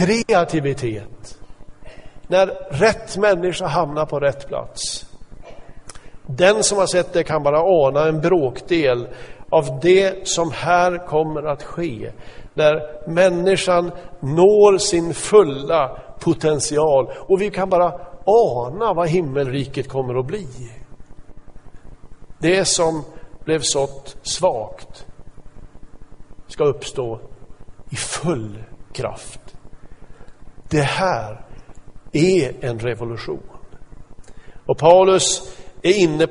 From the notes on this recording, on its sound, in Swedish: Inspelad i Smyrnakyrkan, Göteborg 2014-11-02.